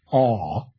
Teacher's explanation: In a word like father in modern spoken British English, it has been argued that a lower and further back A